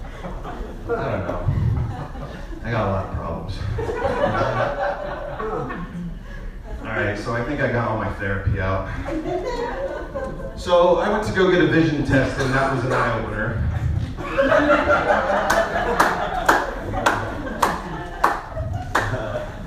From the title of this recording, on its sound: Live at the Ice House - 2-24-17